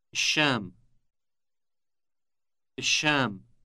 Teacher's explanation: Note the elongated initial sh sound.